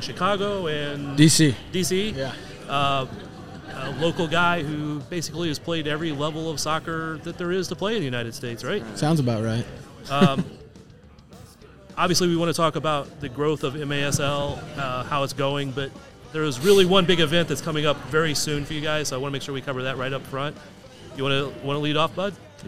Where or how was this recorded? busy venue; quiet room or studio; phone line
busy venue